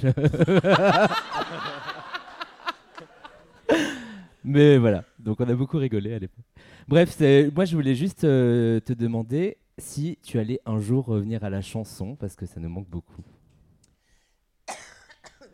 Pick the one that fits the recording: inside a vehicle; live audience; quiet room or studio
live audience